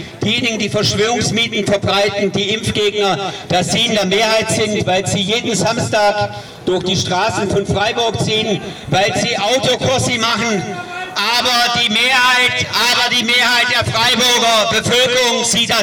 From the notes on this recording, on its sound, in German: Eine Gegenkundgebung fand ebenfalls auf dem Platz der Alten Synagoge statt, an der mehrere Hundert teilnahmen. Radio Dreyeckland war vor Ort und hat die Reden der progressiven Versammlung aufgezeichnet.